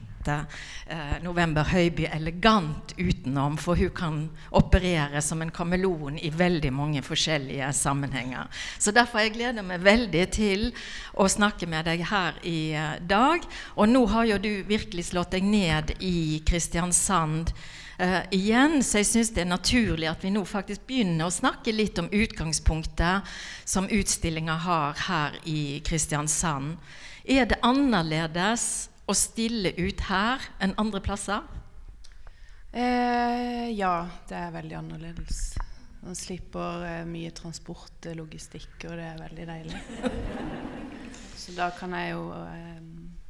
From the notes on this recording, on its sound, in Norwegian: Denne podcasten er et live-klipp av kunstnersamtalen. Den gir innblikk i utstillingen "Søvn er livets Sum" i Kristiansand Kunsthall.